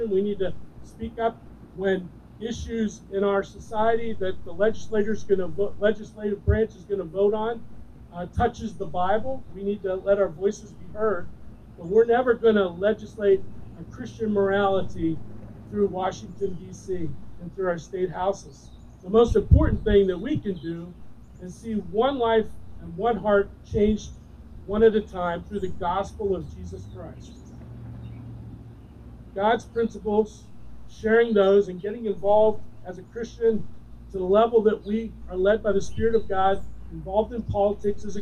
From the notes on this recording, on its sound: Recorded During an Outdoor Service